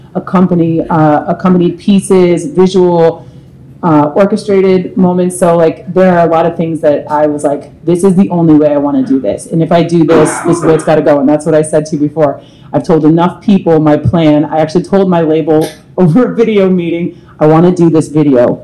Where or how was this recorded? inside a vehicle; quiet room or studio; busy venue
busy venue